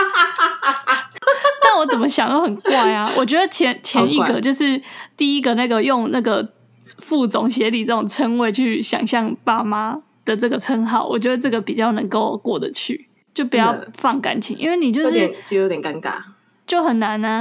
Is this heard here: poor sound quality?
no